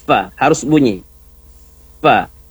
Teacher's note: Fa ya, jadi bibir ketemu dengan gigi. Fa, harus bunyi.